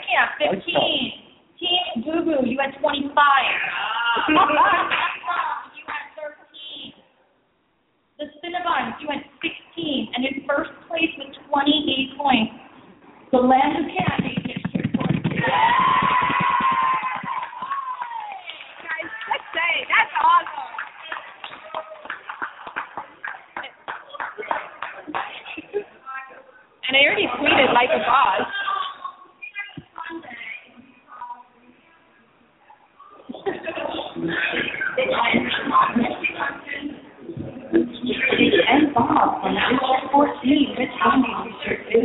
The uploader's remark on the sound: The Hunger Games Fireside Chat will be broadcasting live from the Hunger Games Exhibition at Discovery Times Square, as part of New York Super Week. On-site fans ask questions and take part in some Hunger Games trivia.